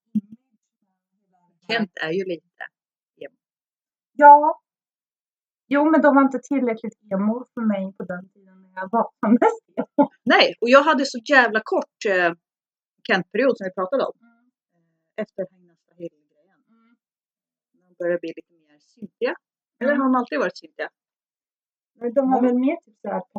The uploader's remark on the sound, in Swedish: Svajig ljudkvalité.